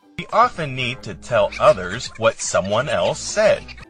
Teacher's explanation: said 这个单词原声当中是非常干脆的，因为这里短元音啊，它是短促有力的。